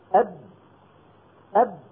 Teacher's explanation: شوفوا الهواء المحبوس كم يسبب من إزعاج في الحنجرة · Term: الشدة